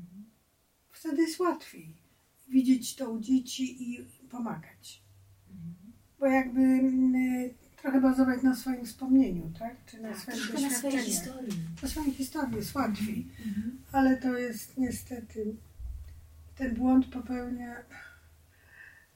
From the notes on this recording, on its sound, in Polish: Za gorszy dźwięk spowodowany błędami technicznymi bardzo przepraszamy.